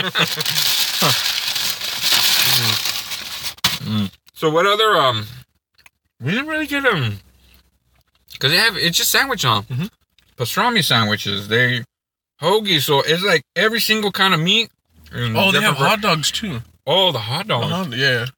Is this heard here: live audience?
no